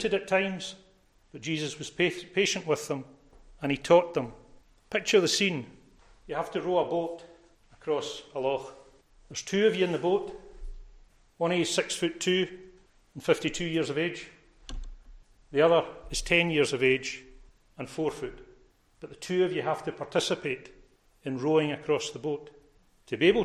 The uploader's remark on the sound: recorded at North Harris Free Church on Sunday morning 27th March 2022